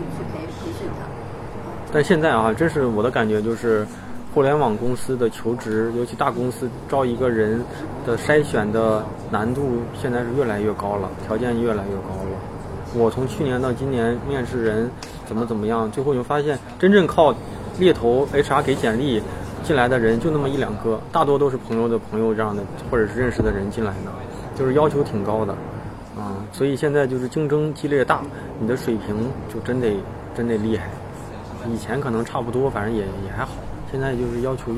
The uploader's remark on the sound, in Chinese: 容忍我因为场地环境录制的环境噪声。